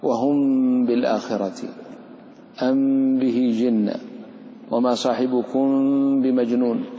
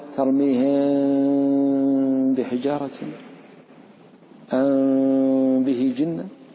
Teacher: يسمى بالإخفاء شفوي، لأن العمل في الشفتين، فتخفي الميم في الباء · Shown in: first take